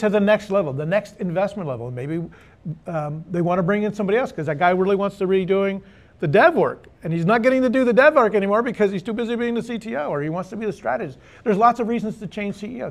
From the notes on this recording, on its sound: The conversation was recorded for a live Austin Startup Week audience